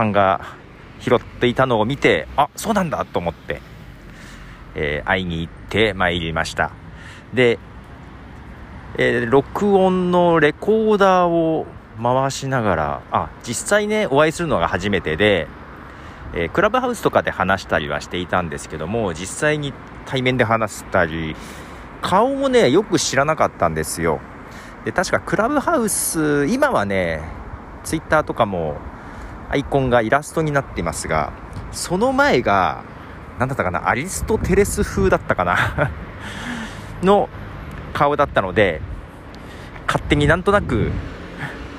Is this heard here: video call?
no